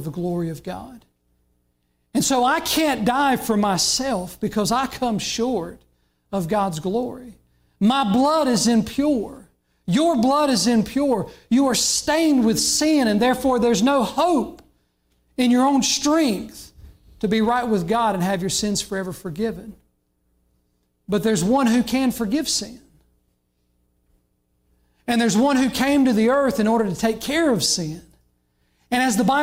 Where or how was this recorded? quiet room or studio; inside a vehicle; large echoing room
large echoing room